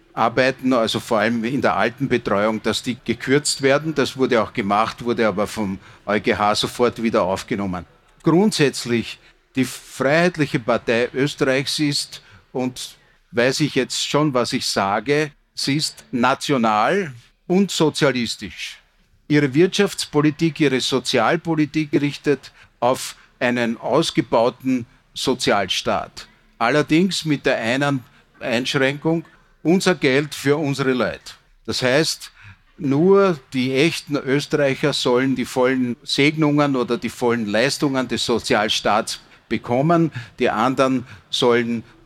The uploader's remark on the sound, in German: live auf der Messe "Buch Wien" diskutiert.